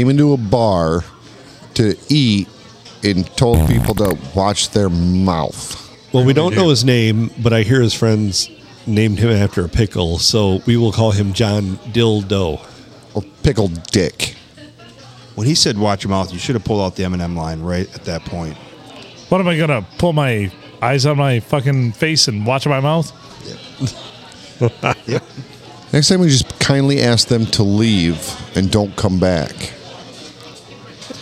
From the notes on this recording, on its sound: Recorded on a Saturday during the dinner rush at the Blue.